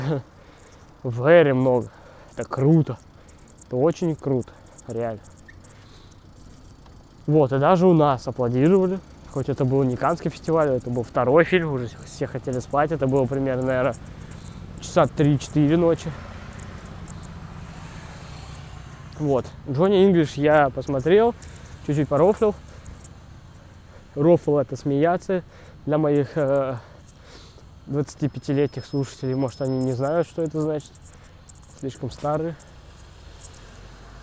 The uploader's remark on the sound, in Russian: который был записан пока я шёл от автобусной остановки до общежития